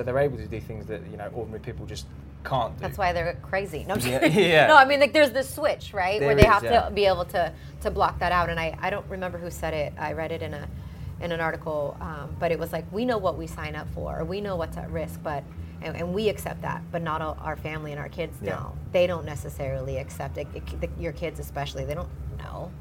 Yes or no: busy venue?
yes